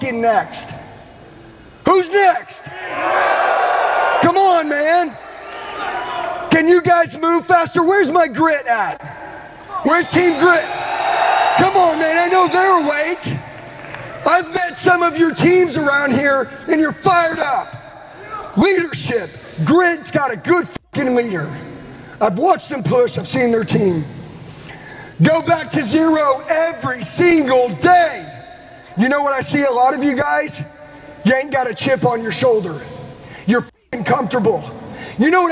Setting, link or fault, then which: setting, live audience